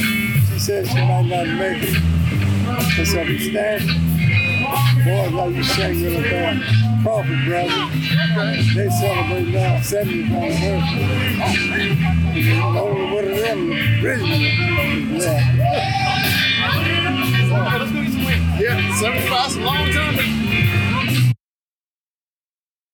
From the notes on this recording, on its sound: JOES Grill -- The Bottoms. They take their microphones to downtown Rocky Mount to capture the stories of the people who make this community unique. As part of the 150th Anniversary of The town of Rocky Mount, We set up next to the historic First Baptist Church's original location. Amid the sounds of Gospel next door, soul, and country music from down the street, we hear from a diverse group of individuals.